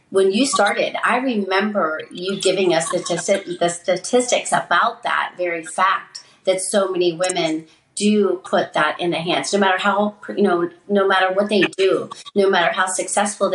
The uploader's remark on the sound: recorded live on Fireside